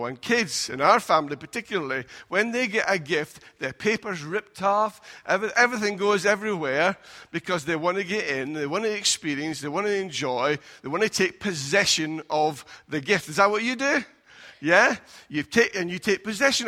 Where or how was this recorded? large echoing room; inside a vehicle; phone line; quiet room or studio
large echoing room